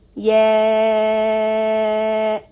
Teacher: We start with ya and the mad on it. We are going to stretch it for four counts.